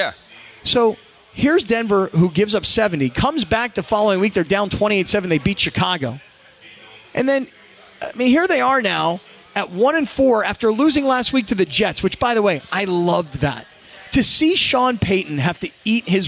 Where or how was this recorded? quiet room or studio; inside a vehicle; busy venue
busy venue